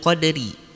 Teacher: Ri di sini adalah hukumnya tarkik. Ro-nya dibaca tipis karena ro-nya berharokat kasroh.